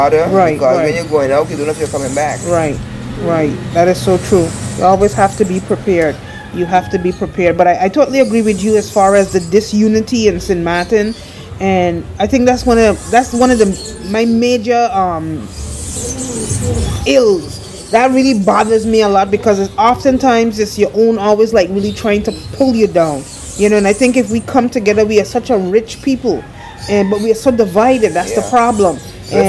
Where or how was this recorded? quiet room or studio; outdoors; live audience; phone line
outdoors